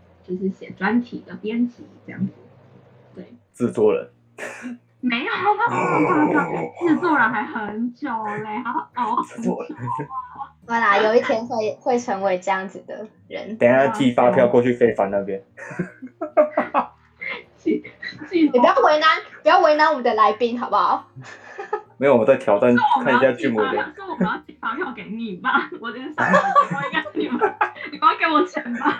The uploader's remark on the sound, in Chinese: 此集為線上錄音。